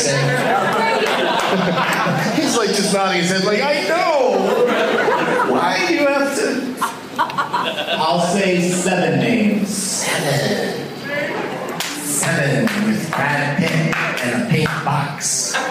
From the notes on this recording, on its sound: audience members in this boner-sode from the Waiting Room Lounge in Omaha, NE